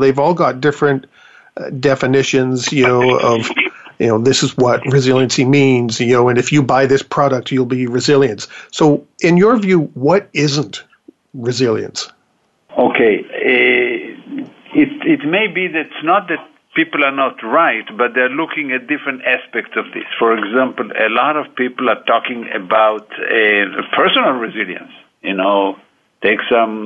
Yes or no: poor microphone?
no